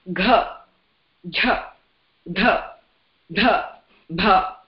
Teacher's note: And for this group, gha, jha, dha, dha, bha, this is again voiced because you will feel the vibration as well as aspirated. Now the last category is voiced.